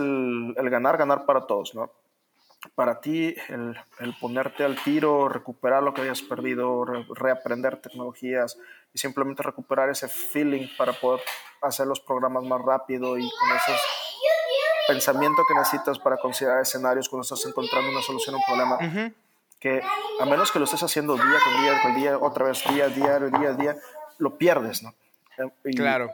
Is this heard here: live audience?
no